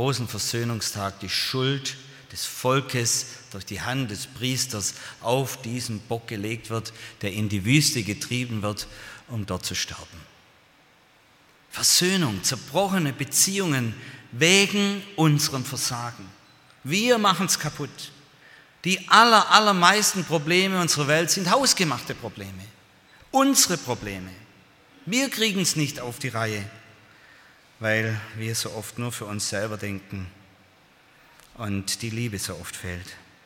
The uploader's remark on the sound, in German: aus dem Gottesdienst der Liebenzeller Mission